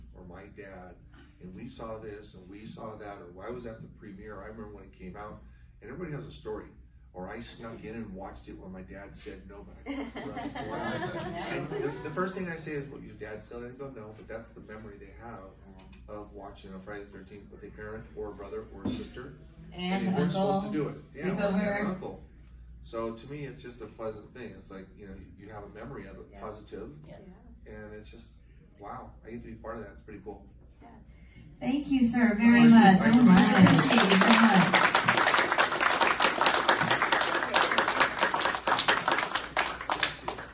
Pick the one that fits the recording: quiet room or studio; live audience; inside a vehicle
live audience